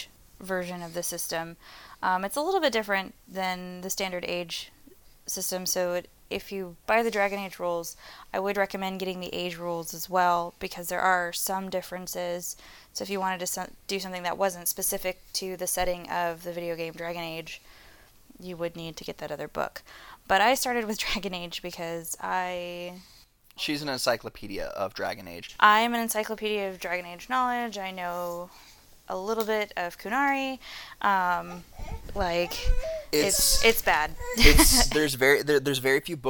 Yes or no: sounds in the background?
yes